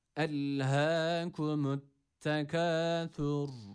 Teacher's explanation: Ayet sonu olduğu için burada durma mecburiyetimiz yok, fakat durduğumuz esnada burada ra harfi kalın okunması gerekiyor.